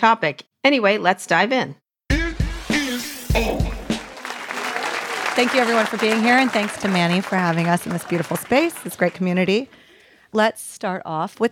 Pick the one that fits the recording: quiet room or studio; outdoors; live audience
live audience